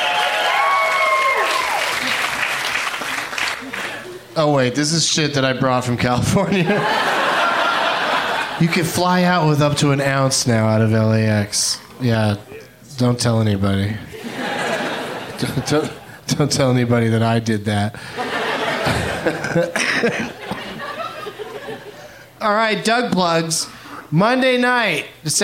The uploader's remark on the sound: Live from the Cap City Comedy Club in Austin